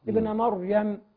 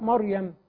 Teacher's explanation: كذلك نراعي ترقيق الميم وتفخيم الراء · Shown in: first take